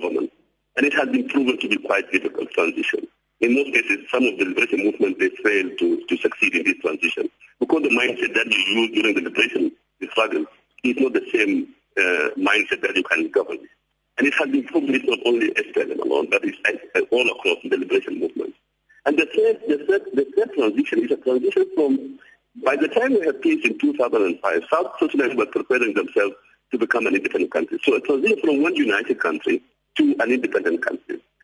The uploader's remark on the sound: we are joined on the line